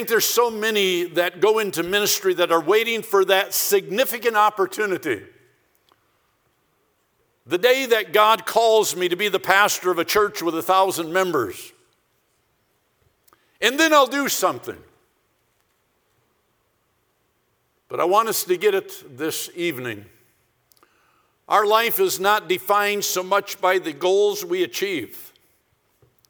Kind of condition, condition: setting, large echoing room